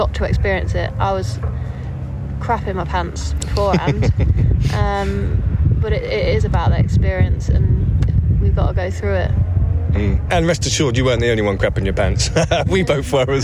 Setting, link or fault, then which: setting, busy venue